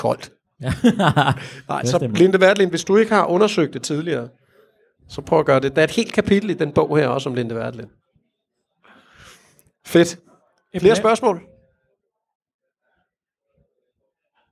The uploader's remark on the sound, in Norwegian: Spilt inn live foran publikum på Oslo Swap Meet. Besvarer noe av publikums spørsmål.